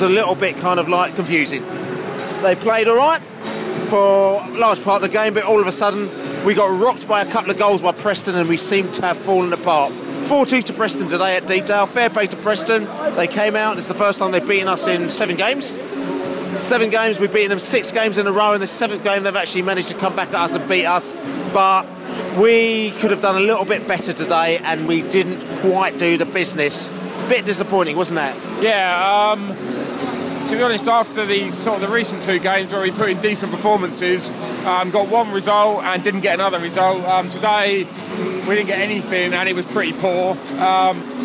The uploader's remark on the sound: post-match podcast from the pub